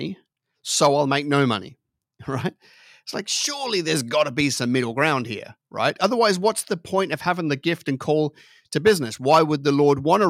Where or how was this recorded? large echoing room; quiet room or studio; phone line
quiet room or studio